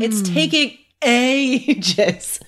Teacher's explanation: so you really emphasize the ages, right? We stress that word